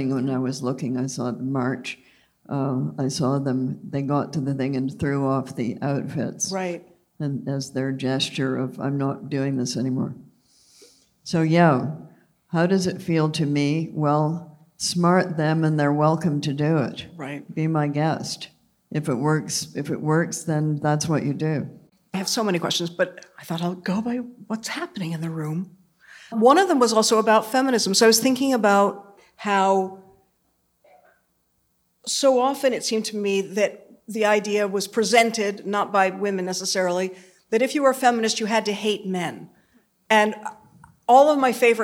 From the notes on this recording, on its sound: The conversation was recorded in front of a live audience at Symphony Space.